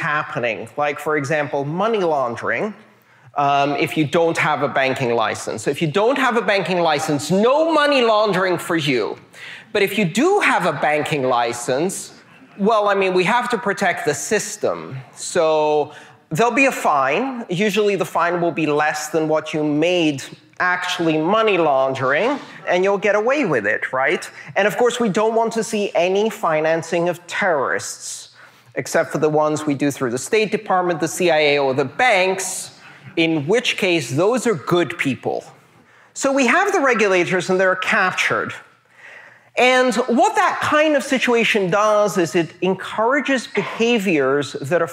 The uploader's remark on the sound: This talk took place on November 10th 2018 as part of the 'Internet of Money' tour at the Edmonds Center for the Arts near Seattle, Washington.